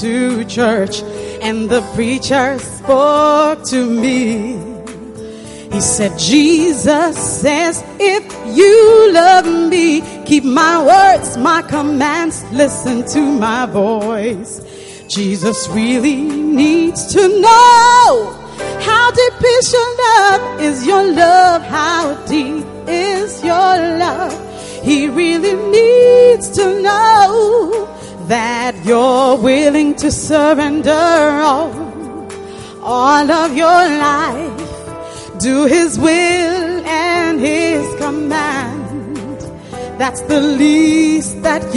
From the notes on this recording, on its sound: Preached at the First Love Center.